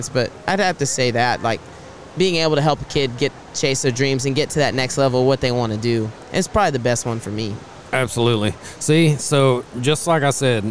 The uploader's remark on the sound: Today we are coming to you from the NRG Center at RodeoHouston and we are lucky to be in the Lane Frost Brand booth for today’s episode of the podcast.